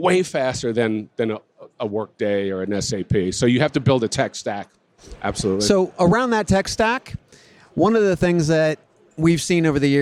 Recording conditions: busy venue